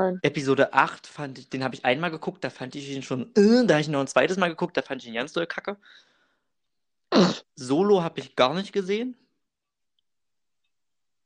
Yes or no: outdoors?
no